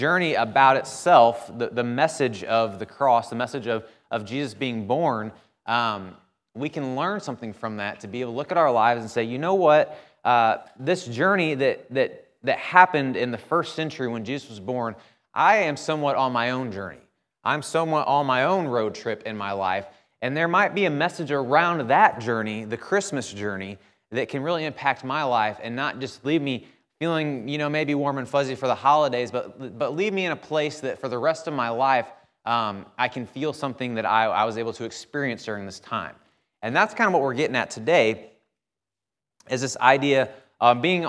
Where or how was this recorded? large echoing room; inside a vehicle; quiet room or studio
large echoing room